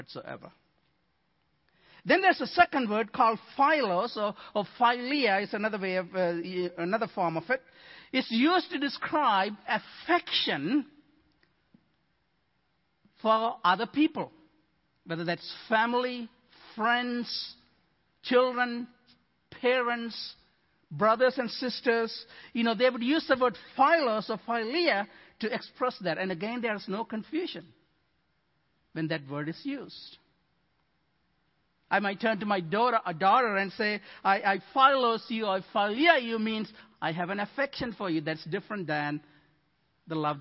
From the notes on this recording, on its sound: Midland Evangelical Free Church Sermon Audio